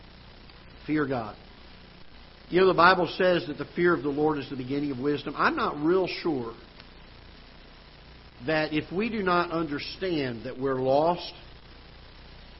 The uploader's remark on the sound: Ketha Heights Baptist Church ~ Live Broadcast